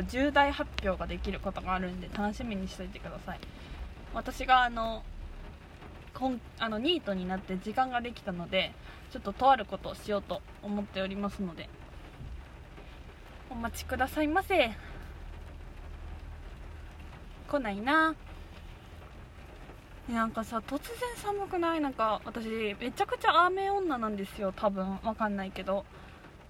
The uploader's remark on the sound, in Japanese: ドライブ雑談。対面収録の前後の車移動中の雑談です。雨のドライブ収録なので音質が悪いのはご容赦ください。